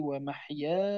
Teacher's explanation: مثلا قل إن صلاتي ونسكي ومحياي ومماتي، هذه محياي ألف مدية وبعدها ياء ساكنة والسكون أصلي، تسمى مد لازم كلمي مخفف به.